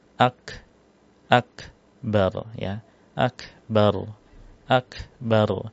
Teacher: Huruf kaf nggak boleh mantul, nggak punya sifat qalqalah.